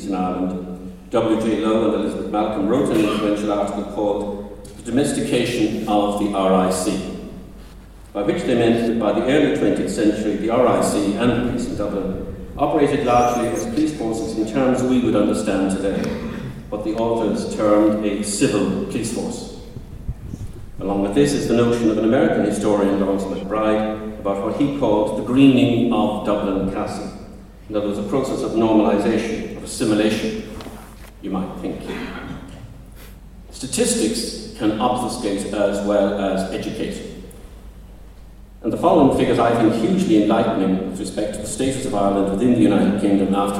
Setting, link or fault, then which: setting, live audience